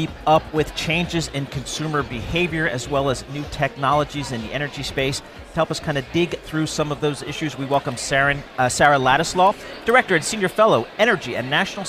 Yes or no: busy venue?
yes